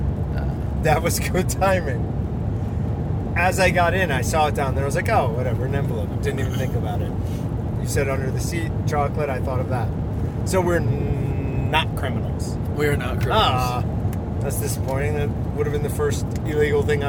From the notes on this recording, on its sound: Stuck in the truck traveling to Missoula, Montana, as they head to Rendevous put on by BHA.